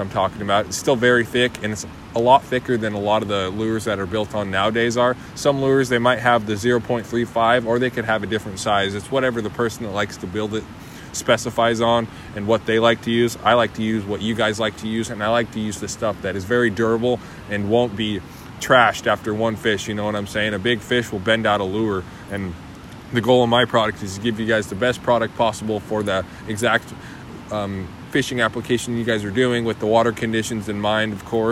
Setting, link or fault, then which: setting, outdoors